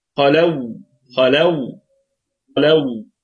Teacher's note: الخاء هنا في ثاني درجات التفخيم لأنها مفتوحة فقط، والواو واو لينة لأنها ساكنة قبلها مفتوح.